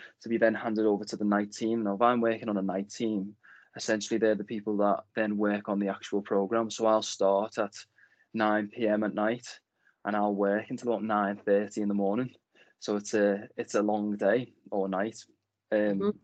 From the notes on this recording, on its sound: This conversation originally took place during lockdown as a video interview rather than audio.